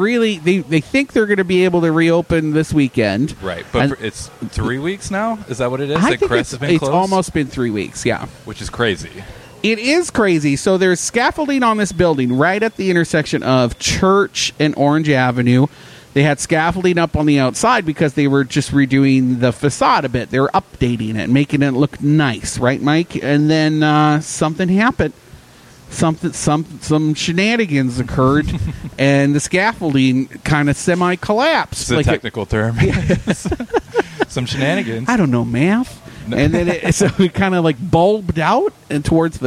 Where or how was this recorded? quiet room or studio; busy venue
busy venue